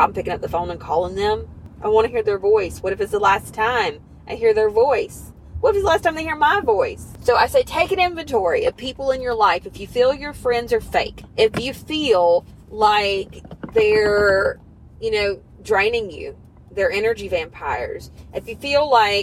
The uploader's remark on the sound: I want to apologize in advance for the not-ideal listener experience. I recorded this episode in my car while I was on the go & apparently the roads were rough that day.